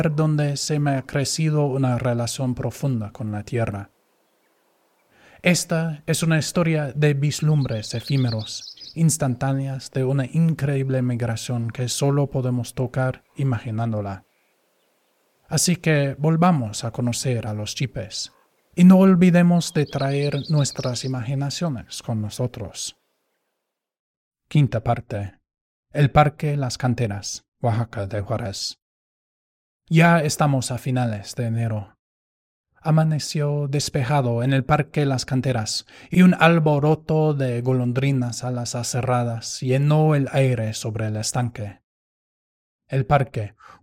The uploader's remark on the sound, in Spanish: una grabación del Parque Las Canteras, Oaxaca de Juárez